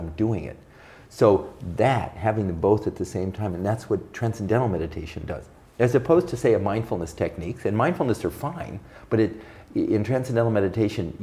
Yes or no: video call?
no